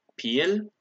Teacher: bekal becomes pil, with a rising tone